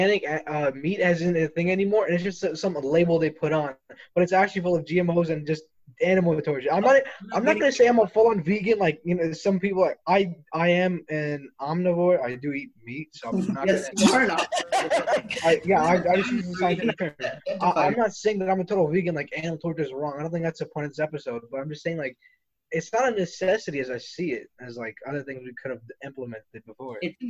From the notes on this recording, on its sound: So headphone users beware